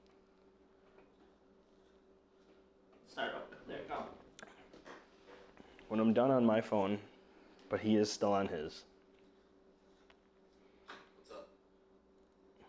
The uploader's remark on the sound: Sorry for the audio issues, being our 2nd recording we are learning to prevent the issues, and upgrading our tech to make it even better.